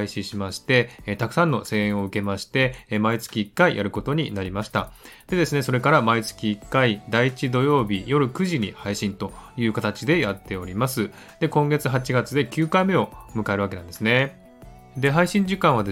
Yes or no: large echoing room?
no